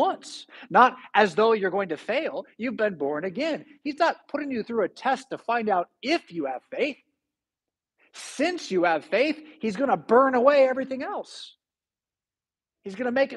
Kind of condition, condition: setting, large echoing room